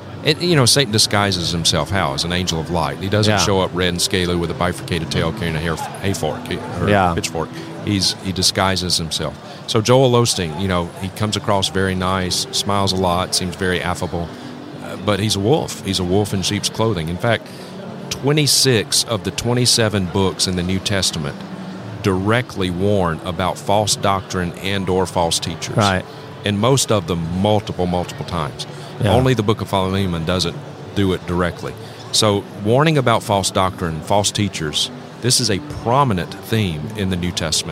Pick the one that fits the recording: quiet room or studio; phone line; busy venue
busy venue